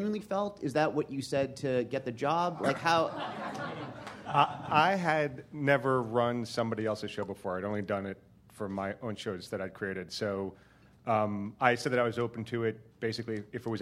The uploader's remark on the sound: Showrunners and Creators panel from ATX Television Festival.